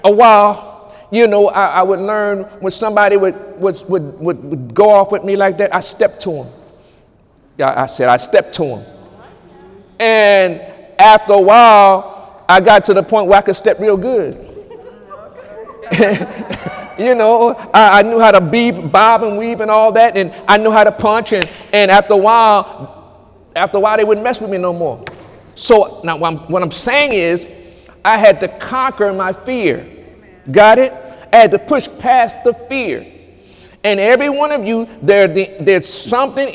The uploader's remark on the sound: During Sunday morning service on May 6, 2018